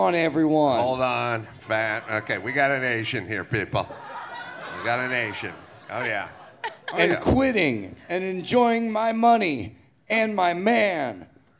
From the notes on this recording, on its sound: Recorded live at Belly Up Tavern in Solana Beach, CA on January 7, 2024.